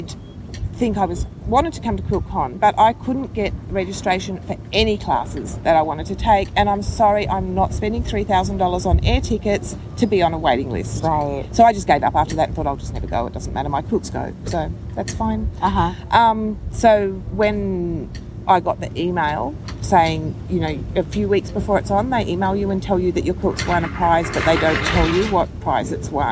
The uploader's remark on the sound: QuiltCon 2017. I caught her just a few hours before she had to catch a flight back home. We sat on the grass outside the convention center and chatted.